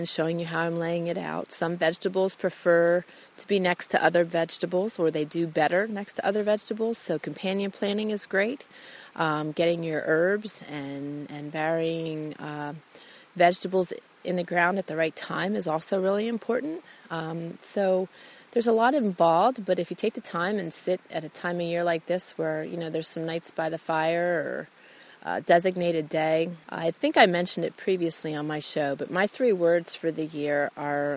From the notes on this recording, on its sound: I take you out into the Idaho wilderness on this amazing, crisp, sunny day to record my show.